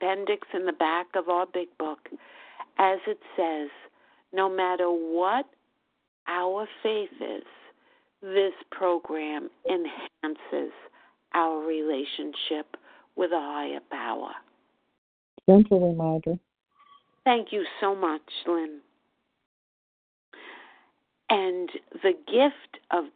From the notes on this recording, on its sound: the 100 Pounders Phone Meeting, 10/19/23